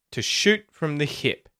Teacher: the words that are getting emphasized are shoot and hip